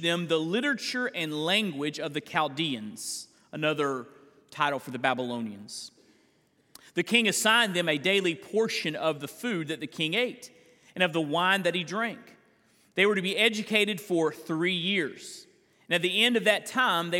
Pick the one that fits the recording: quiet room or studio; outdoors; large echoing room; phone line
large echoing room